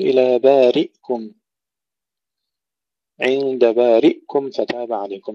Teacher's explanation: أبو عمرو يسكن الهمزة، يقول إلى بارئكم عند بارئكم فتاب عليكم بسكون الهمزة، وهذه الهمزة لا إبدال فيها للسوسي، لأنها ليس السكون أصليا، وإنما هو عارض للتخلص من توالي الحركات.